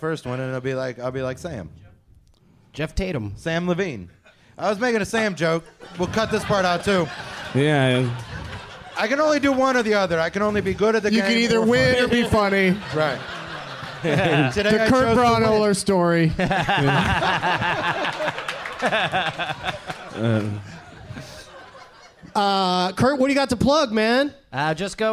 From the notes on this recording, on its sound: Live from the Cap City Comedy Club in Austin. Apologies for the tech issues!